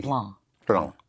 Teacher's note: Except when you have an N-C, like blanc, B-L-A-N-C, then you don't sound the C